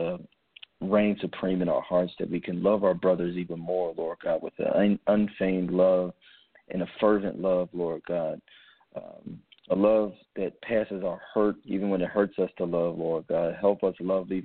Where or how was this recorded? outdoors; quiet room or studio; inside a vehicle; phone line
phone line